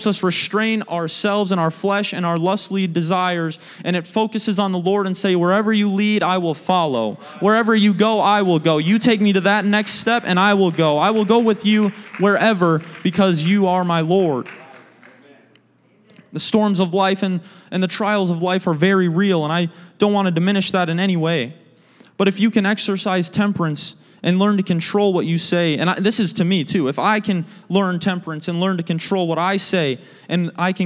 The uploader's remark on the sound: a service recording from Connect Point UPC